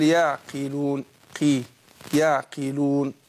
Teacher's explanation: القاف مكسورة، بتاخد أدنى درجات التفخيم